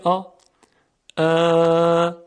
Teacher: الان حنجره ارتعاش داره، یعنی تارهای صوتی دارن مرتعش میشن و لرزش دارن